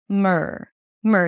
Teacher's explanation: So you close the lips for the M, and then you pull the tongue in for the R, mur. There is no vowel in the middle.